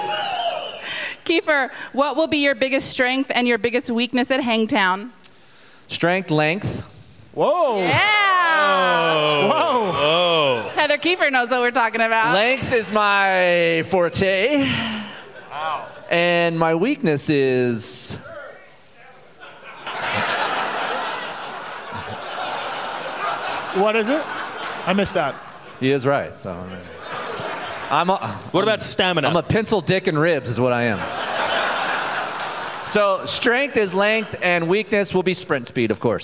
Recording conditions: live audience